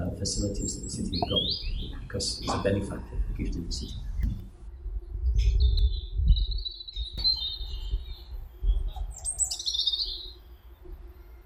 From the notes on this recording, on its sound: Woodland Heritage Festival - Issue 5 - AudioTrail. This is a bit more experimental, an audiotrail around the festival.